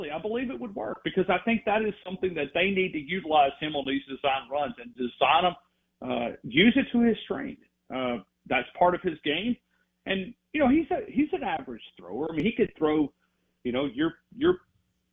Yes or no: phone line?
yes